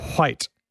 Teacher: So that's a funny one, because it's almost like if you say white, you know, it's spelled W-H, but you're kind of saying it the opposite. You're kind of saying it H-W.